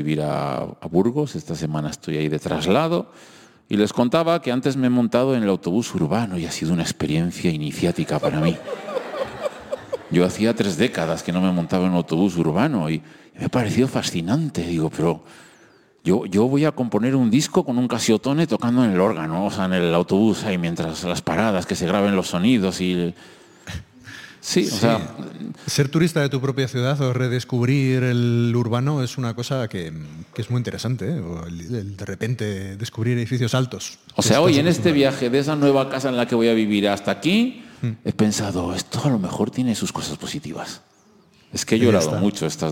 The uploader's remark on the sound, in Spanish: Grabado con público en directo, es un #talkshow con personas creativas emergentes de #Burgos y alrededores.